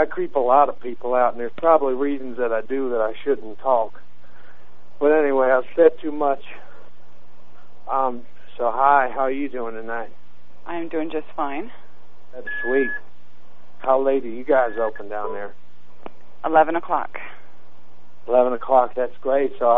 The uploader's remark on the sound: Prank Phone Calls.